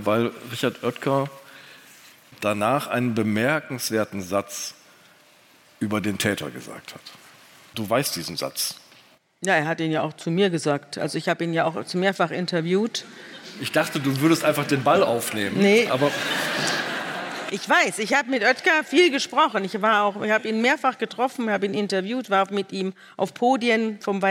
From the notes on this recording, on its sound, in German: vor Livepublikum im Hamburger Schauspielhaus